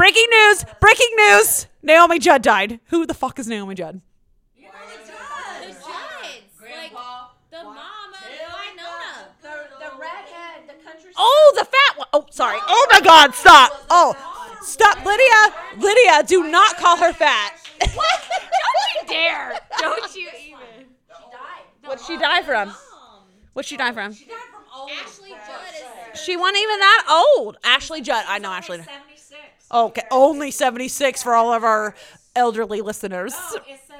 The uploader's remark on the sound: This week's episode, the ladies are in person in Savannah. You get the whole group of ladies and one mic.